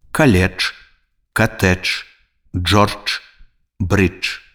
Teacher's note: На канцы слова звонкая афрыката «дж» аглушаецца і вымаўляецца як «ч».